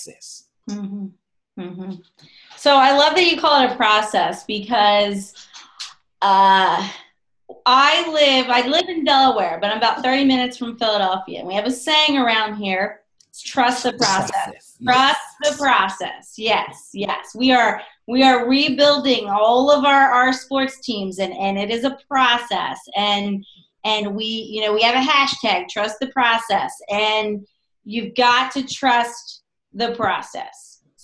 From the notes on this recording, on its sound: On this episode, I Zoom